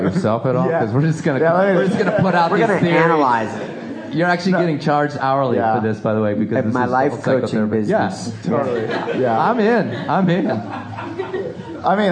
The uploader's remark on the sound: LIVE ENORMOCAST! I post up a virtually unedited recording of the very first Live Enormocast. Recorded Saturday morning, April 27th at Steve’s Guitars in Carbondale, and during the 5Point Film Festival.